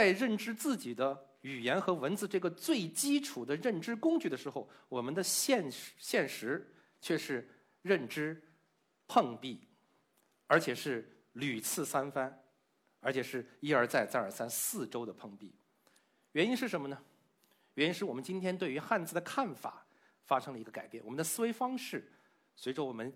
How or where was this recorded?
live audience